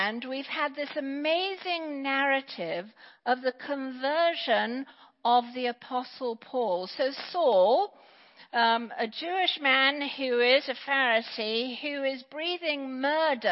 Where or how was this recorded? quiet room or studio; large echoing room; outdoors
large echoing room